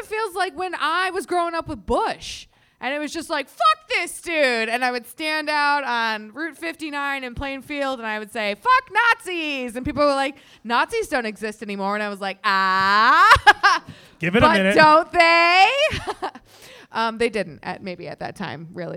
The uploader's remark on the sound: Live at The Whistler.